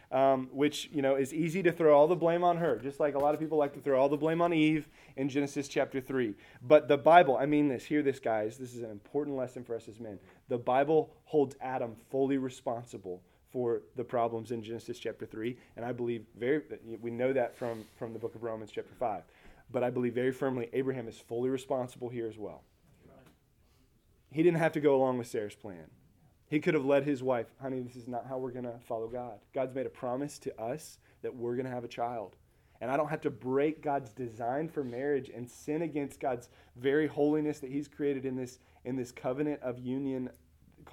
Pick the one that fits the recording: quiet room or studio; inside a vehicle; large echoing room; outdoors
large echoing room